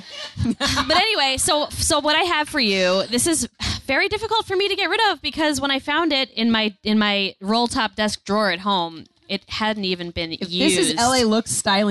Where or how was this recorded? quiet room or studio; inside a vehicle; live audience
live audience